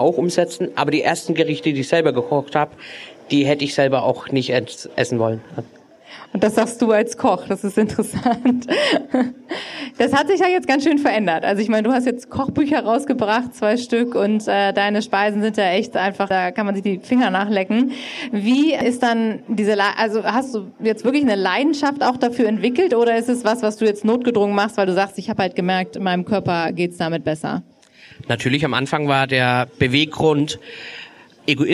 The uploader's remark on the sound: Live Podcast Special.